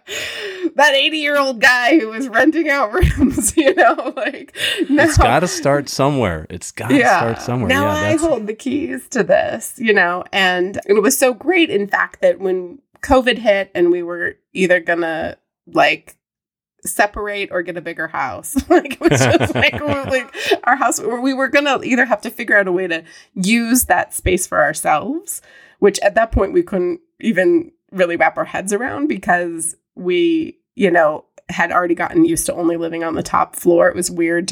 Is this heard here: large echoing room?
no